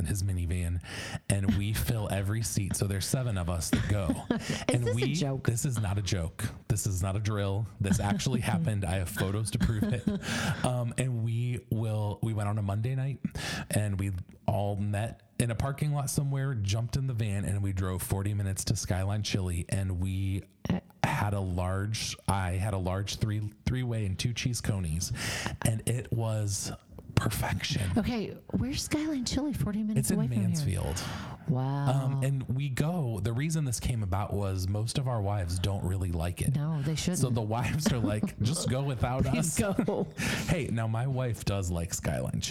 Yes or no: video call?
no